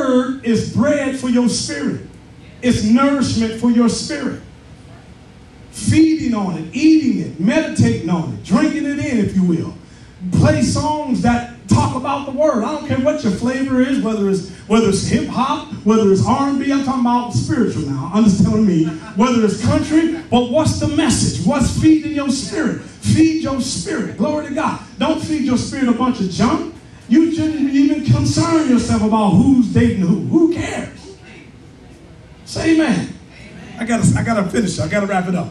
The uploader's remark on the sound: Live in person at Lighthouse of Praise